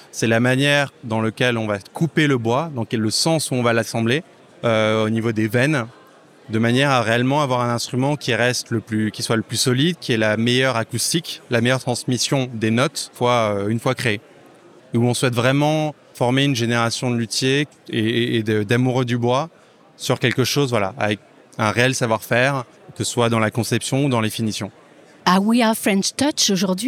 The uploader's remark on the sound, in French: enregistré au salon des industries créatives We are French Touch à Paris